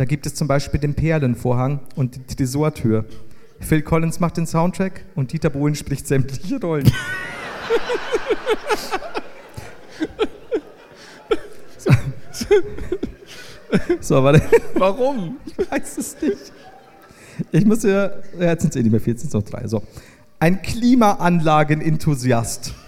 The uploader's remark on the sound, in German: LIVE in Wien